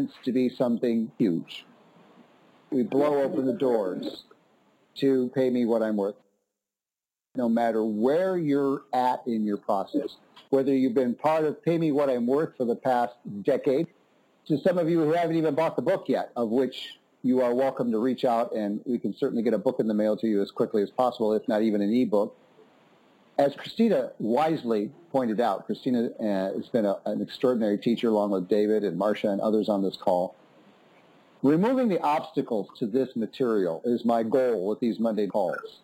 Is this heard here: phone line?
yes